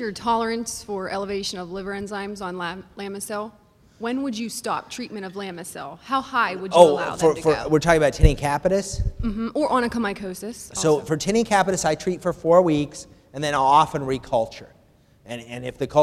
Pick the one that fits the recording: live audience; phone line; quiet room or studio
live audience